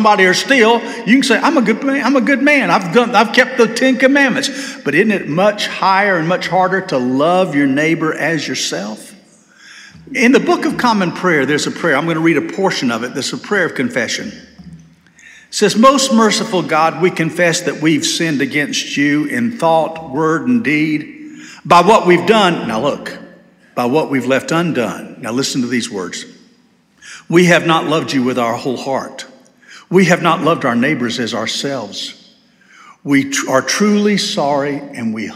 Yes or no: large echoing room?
yes